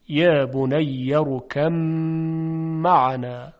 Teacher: خب این هم ادغامی است که باید غنه میم رو به میزان دو حرکت نگه داریم